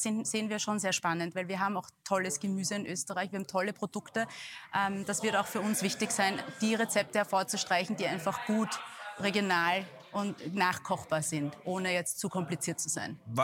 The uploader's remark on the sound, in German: Live vom CASH Handelsforum 2023 in Zusammenarbeit mit ProSiebenSat.1 PULS 4.